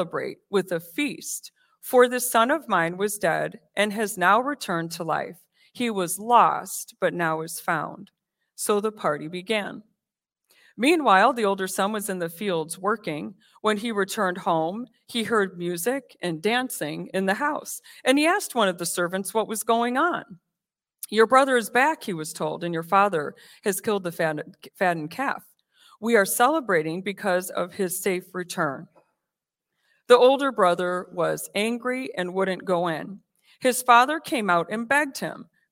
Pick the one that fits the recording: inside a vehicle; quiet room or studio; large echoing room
large echoing room